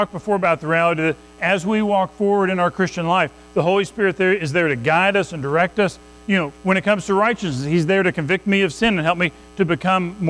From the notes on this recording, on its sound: Recorded at Madison Baptist Church in Madison WV